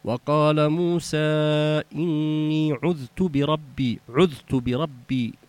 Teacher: كأنك بتعملي واو، ما بش واو، هي ضمة على التاء